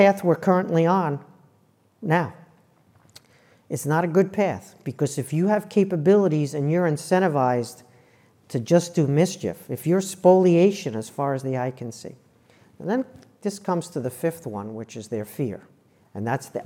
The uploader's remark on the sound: In front of a live audience at Hoover.